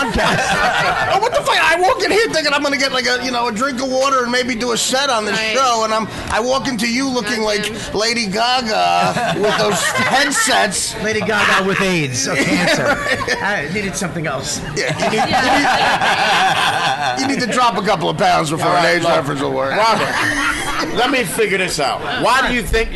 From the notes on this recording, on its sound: Live broadcast from the Comedy Cellar.